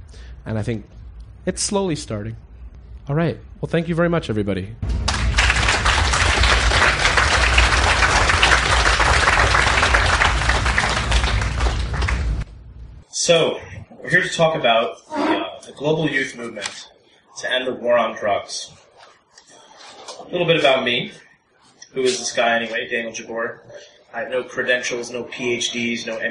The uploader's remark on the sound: one from the recent Palenque Norte Lecture Series at the 2013 Burning Man Festival